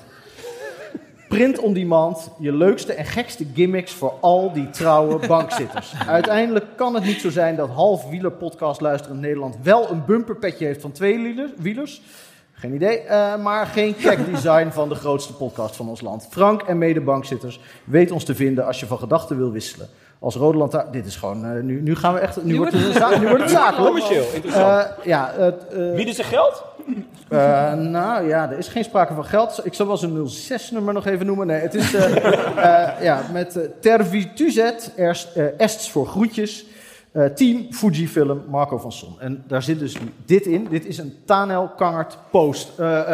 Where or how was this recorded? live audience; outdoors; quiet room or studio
live audience